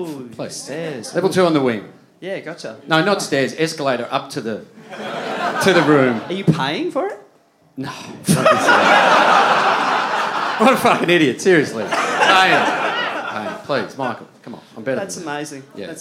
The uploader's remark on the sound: September Live Show. From Wayne Jackson Studios.